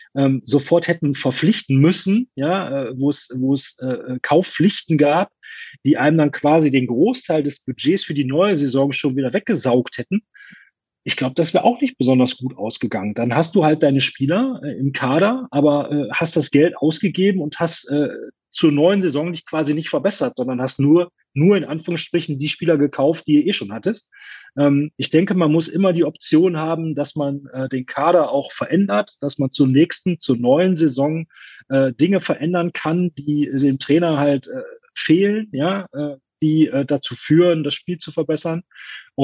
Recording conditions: video call